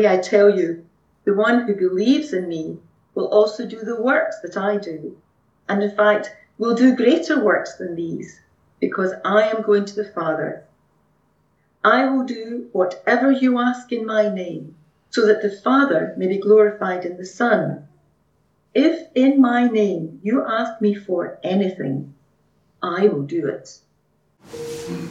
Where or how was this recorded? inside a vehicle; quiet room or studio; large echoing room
large echoing room